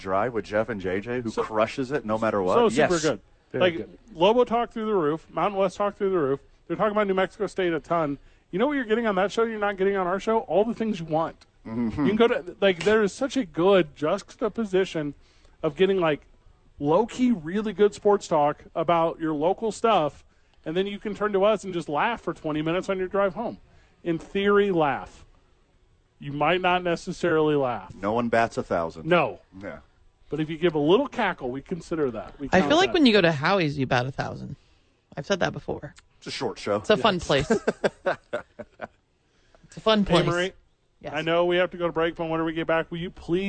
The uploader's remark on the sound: Live from The Dukes Store.